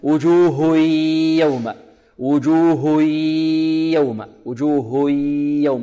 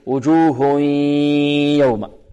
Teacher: والصحيح أن يكون هناك غنة من الخيشوم · Shown in: second take